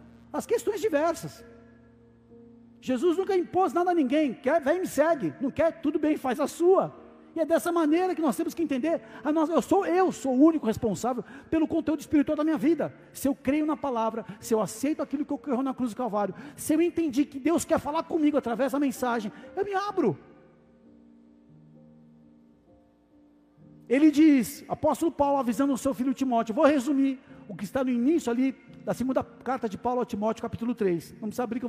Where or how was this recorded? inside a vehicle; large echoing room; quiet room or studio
large echoing room